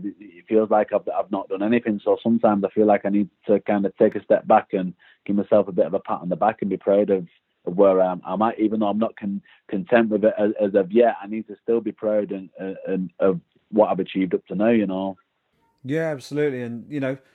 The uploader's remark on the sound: hopped on the phone with one of the British contingent on the Bellator MMA roster